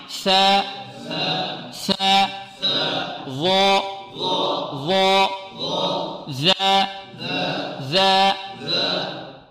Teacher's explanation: الثاء والظاء والذال تخرج من مخرج واحد وهو طرف اللسان مع طرف الثنايا العليا